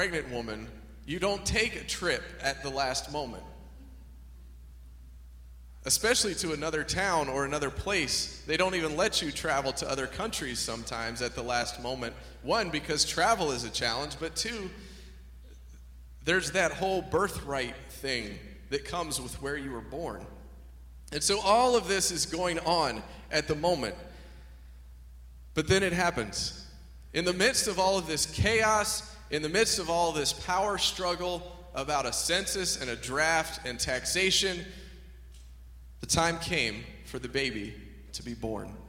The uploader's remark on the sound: (Message Audio Only). During our Nexus Christmas Eve service.